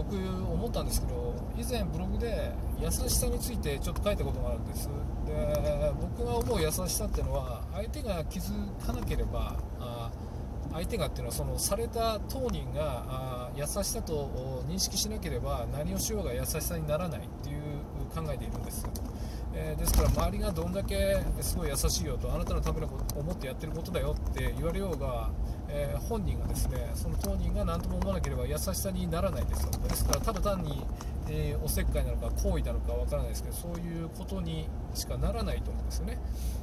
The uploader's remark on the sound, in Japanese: 運転中。今回思いつきだったのもあり、Bluetoothイヤホンマイクでの収録です。声フェチで音が気になるとか言っときながら雑音多めですごめんちゃい。音量低めです。